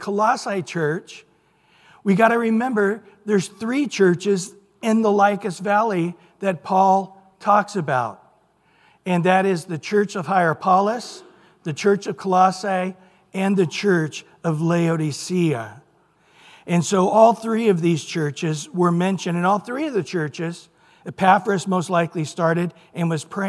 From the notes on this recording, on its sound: Recorded at Calvary Chapel of Los Alamitos